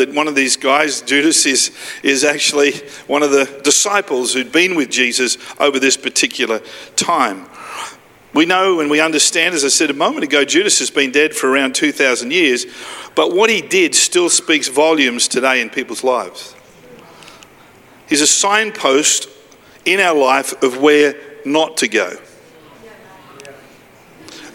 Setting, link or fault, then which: setting, large echoing room